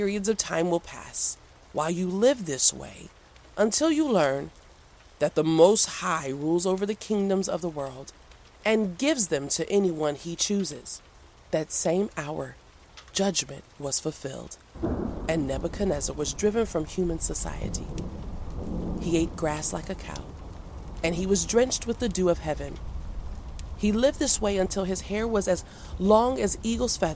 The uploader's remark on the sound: The soothing sounds of a crackling fireplace and a quiet thunderstorm as a backdrop to the reading. A dramatized reading of the Bible, including music, nature sounds, and sound effects.